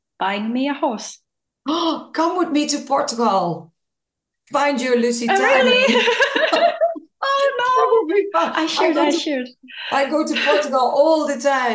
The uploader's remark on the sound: Today a podcast via a ZOOM Call